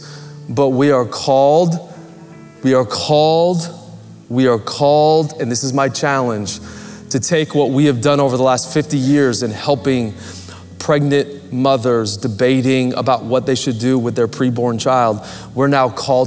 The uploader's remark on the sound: Recorded Live at Capital Church in Meridian, Idaho